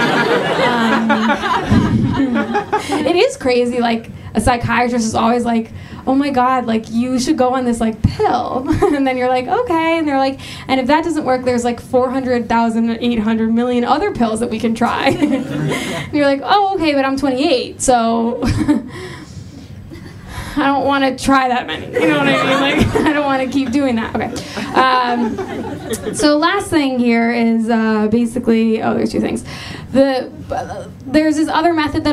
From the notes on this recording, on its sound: Another live show!